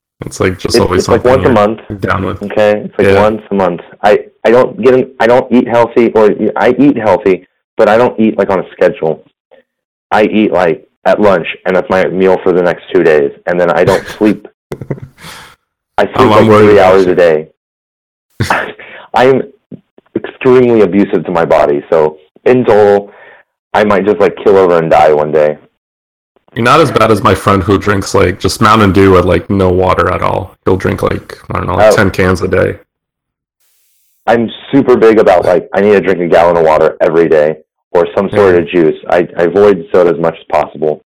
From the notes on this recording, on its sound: The audio for him is extremely poor because he had to call in.